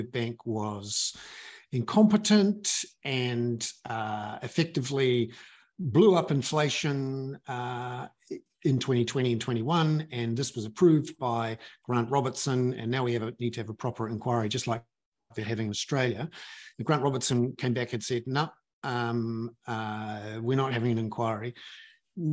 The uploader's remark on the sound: The audio of the hour-long webinar is in the podcast above.